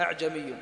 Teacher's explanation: طيب حقق الأولى أعجمي شوف كيف، وهناك خطأ وهو إبدال الهمزة مسهلة هاء أعجمي، بعض الناس يقرأ هكذا أعجمي، لا خطأ، لأن طبعا الهمزة والهاء متجانسان مخرج كلاهما من أدنى الحلق أو أقصى الحلق عفوا، يعني أول حلق.